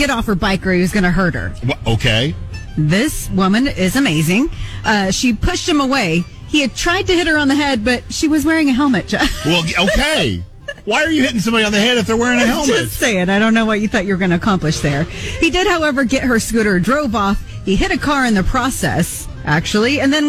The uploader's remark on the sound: Halloween party LIVE from Dunkin 9705 N. May Ave.